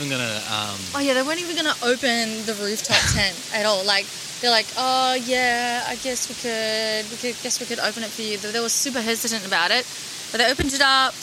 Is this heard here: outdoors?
yes